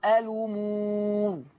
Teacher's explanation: قرأ ورش بنقل حركة الهمز إلى اللام فتقرأ الأمور